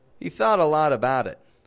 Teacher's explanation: Three flap T's. Linking all those words together.